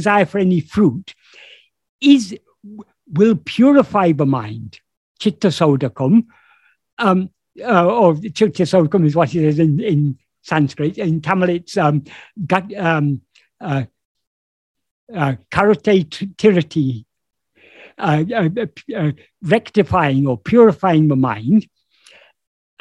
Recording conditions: video call